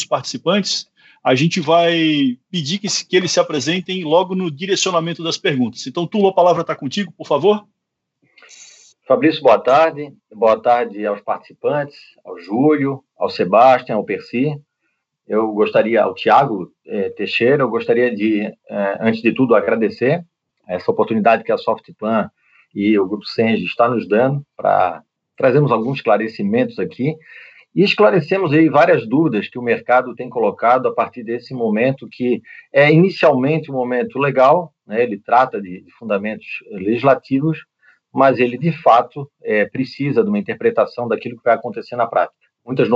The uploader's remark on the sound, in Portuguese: Esse podcast é a versão em áudio de uma palestra online que foi transmitida ao vivo no nosso canal no youtube.